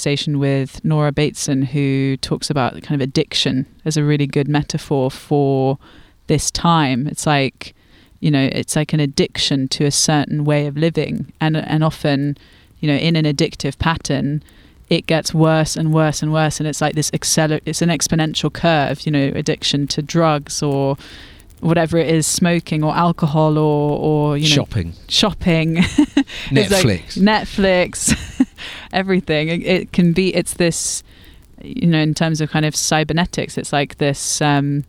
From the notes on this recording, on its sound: Recorded in the Devonian woods around a campfire